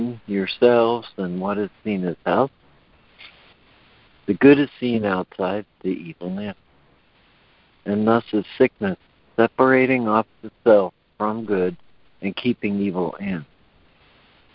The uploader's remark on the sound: ACIM Daily Conference Call